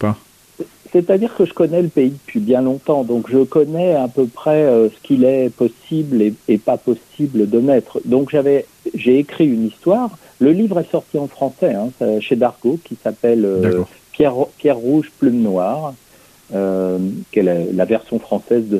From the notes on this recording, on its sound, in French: reçoit par téléphone le dessinateur